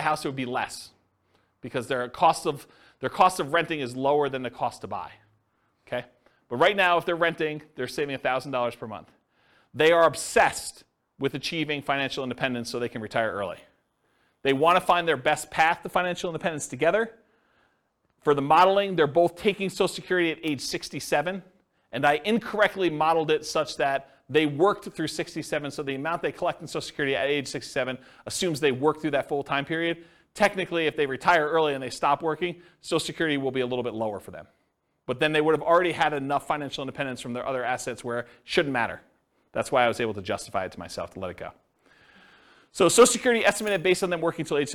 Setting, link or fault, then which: setting, live audience